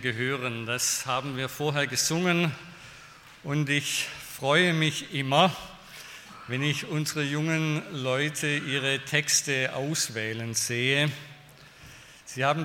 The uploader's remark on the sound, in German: bei einer Veranstaltung der Liebenzeller Mission